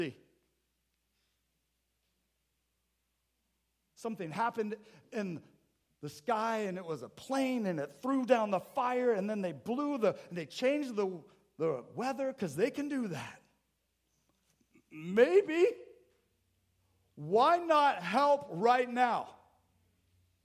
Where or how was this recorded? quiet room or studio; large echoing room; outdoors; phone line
large echoing room